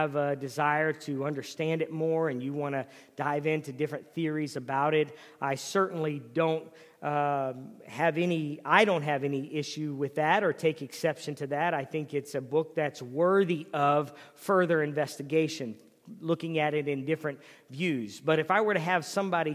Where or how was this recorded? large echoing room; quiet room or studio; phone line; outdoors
large echoing room